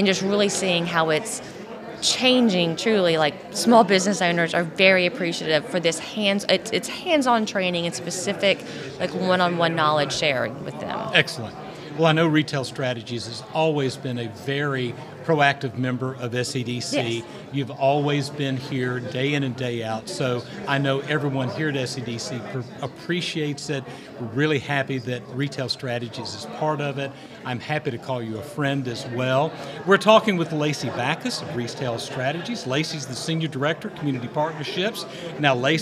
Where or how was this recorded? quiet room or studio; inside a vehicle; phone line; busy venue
busy venue